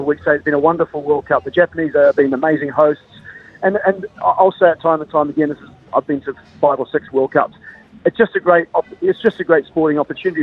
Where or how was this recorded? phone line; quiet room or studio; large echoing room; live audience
phone line